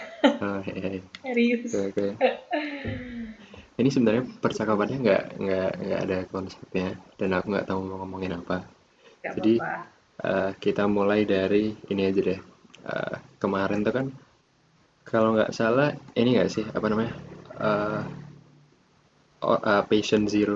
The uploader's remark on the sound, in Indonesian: Bermodalkan fitur Skype Recording dengan kualitas pas-pasan (jelek)